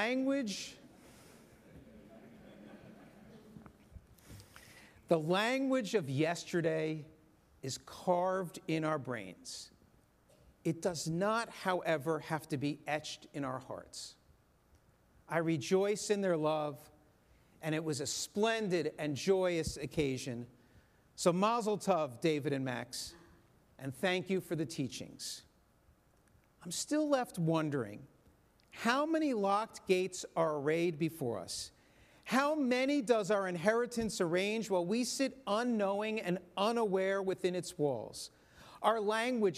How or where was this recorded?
large echoing room